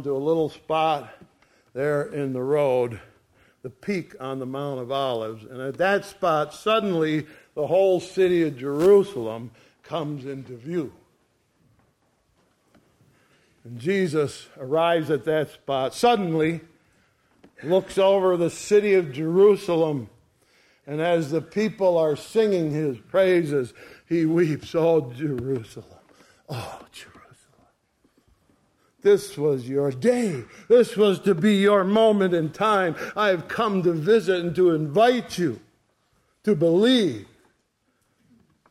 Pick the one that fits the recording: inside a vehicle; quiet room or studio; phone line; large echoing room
large echoing room